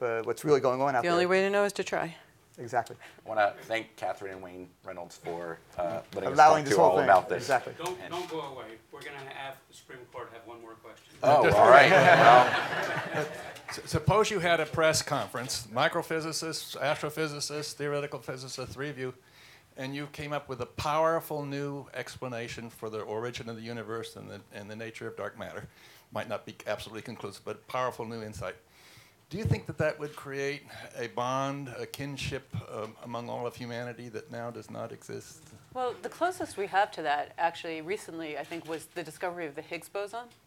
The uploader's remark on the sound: recorded at the Auberge du Soleil in California’Äôs Napa Valley during the 2014 International Achievement Summit